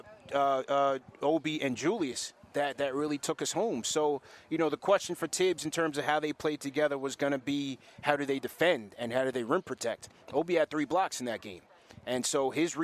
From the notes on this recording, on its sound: KFTV LIVE from the Dick Barnett Celebrity Golf Classic